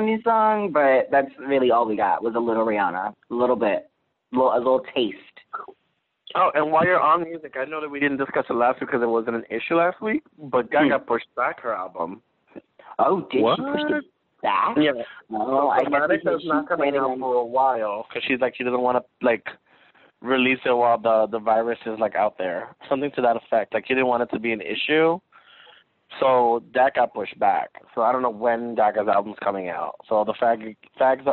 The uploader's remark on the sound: This week we phone in as we are all self quarantined in different states.